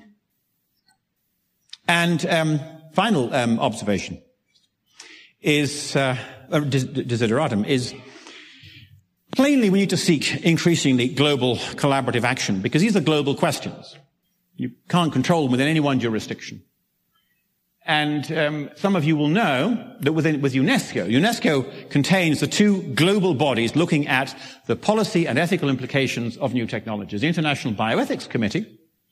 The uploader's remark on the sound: originally presented at 2015 Summer conference "Science, Research, and the Limits of Bioethics.